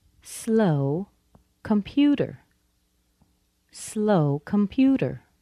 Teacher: Pew in computer has the highest stress.